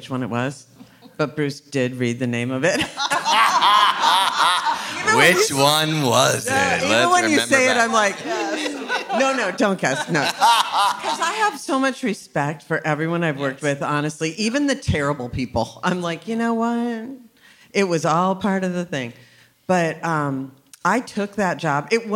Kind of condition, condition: setting, busy venue